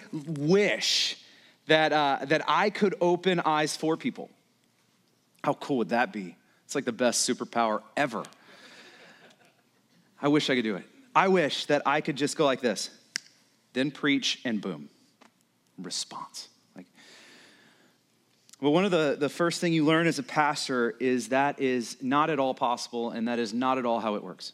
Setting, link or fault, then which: setting, large echoing room